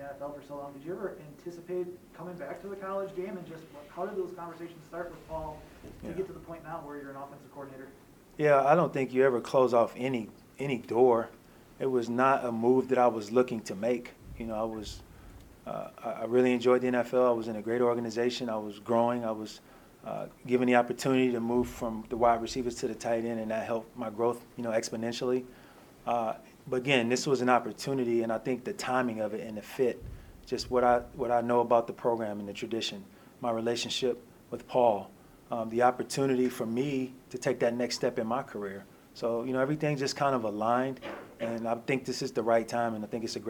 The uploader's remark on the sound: airing the full press conference